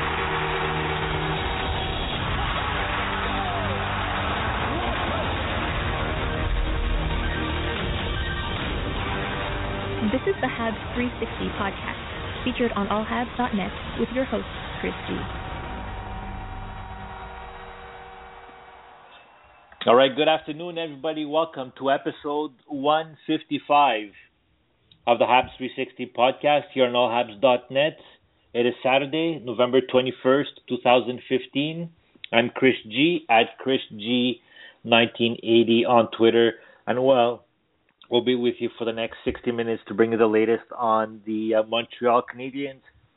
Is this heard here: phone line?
yes